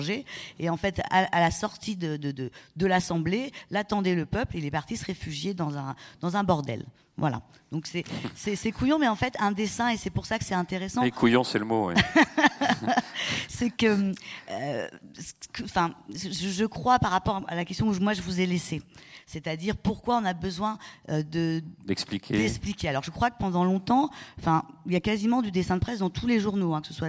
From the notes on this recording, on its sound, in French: Une table ronde suivi d'échanges avec le public